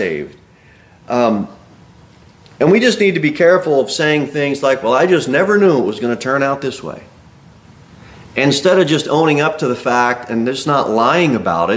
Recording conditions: large echoing room